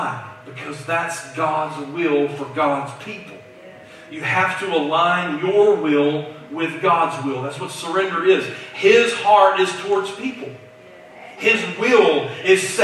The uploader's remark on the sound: Due to technical difficulties, we could not record and stream our service as usual, which is why the audio for this message sounds different than it usually does.